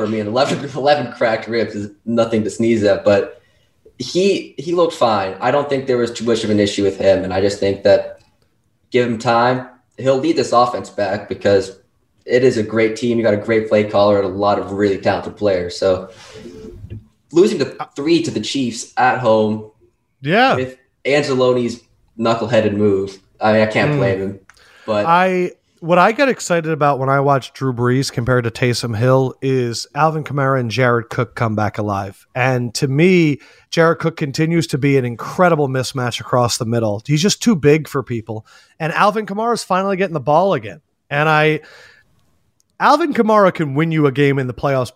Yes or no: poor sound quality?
no